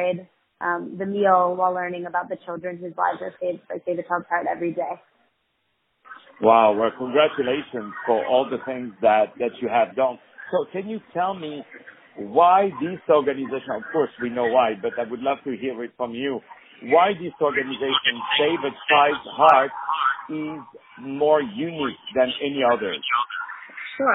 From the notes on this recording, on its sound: On the phone